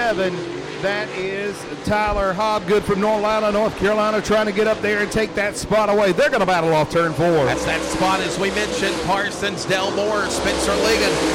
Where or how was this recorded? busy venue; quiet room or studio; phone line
busy venue